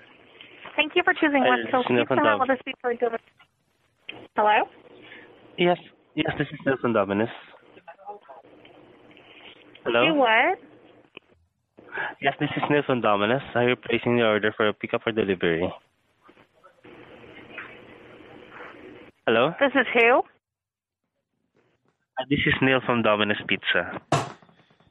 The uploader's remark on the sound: We make some phone calls.